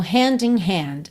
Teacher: O primeiro hand eu já junto no in, hand in. O segundo, hand, eu não preciso fazer a questão hand.